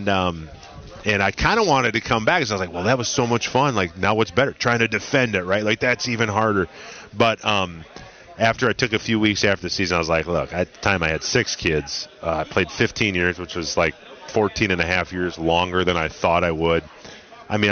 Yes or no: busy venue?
yes